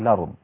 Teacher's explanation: نقل حركة الهمزة إلى الساكن قبلها، حركة الهمزة مفتوحة الآ إلى الساكن قبلها اللام، فاللام هتبقى هي الإيه المفتوحة وحركة الهمزة هتروح فتبقى الأرض هكذا. · Term: النقل